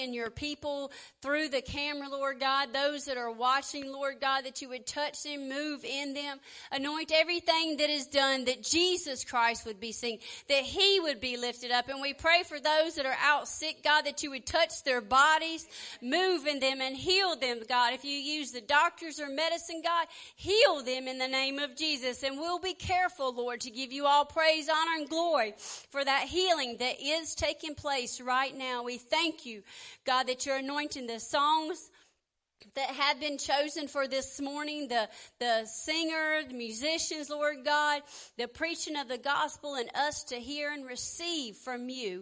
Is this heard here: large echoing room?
yes